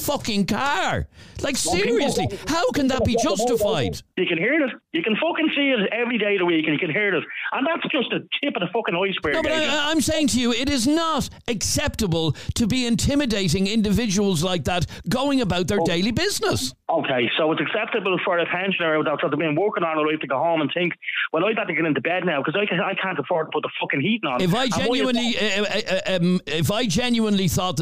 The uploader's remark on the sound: On this episode we heard from lots of callers defending this weeks 'far right protest' outside Leinster House.